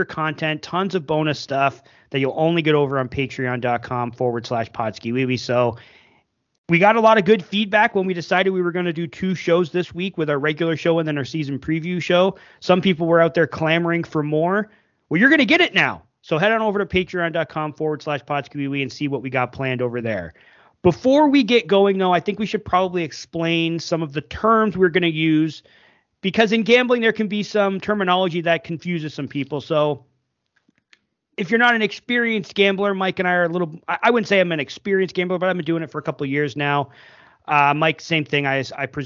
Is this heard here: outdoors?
no